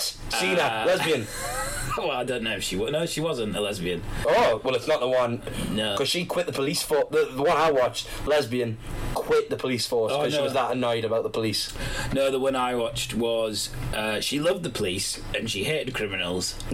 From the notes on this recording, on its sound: Some Particularly Bad Audio.